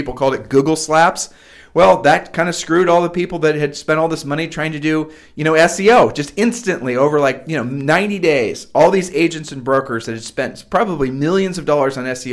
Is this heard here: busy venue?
no